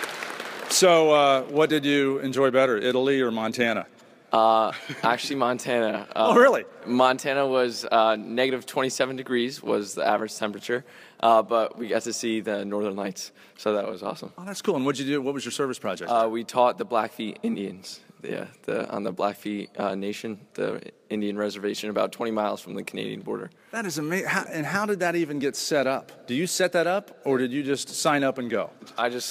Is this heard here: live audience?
yes